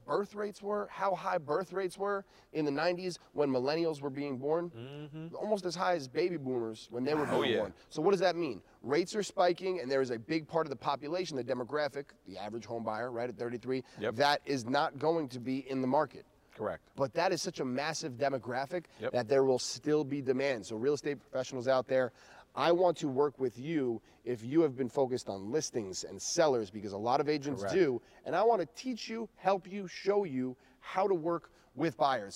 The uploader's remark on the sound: LIVE FROM THE COLOSSEUM. We're live from The Nassau Colosseum home to the Long Island Nets.